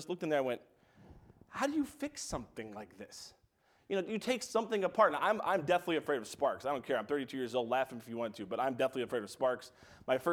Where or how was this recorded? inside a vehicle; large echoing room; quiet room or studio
large echoing room